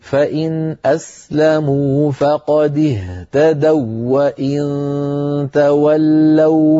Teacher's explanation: اهتدوا يكون النطق بواو مشددة